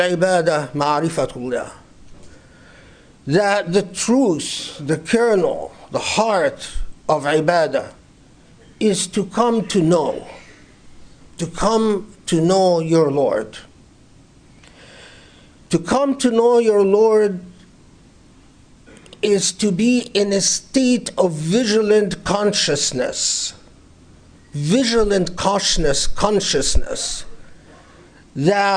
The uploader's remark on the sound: Delivered 19 April 2019 at the Islamic Center of Southern California, Los Angeles.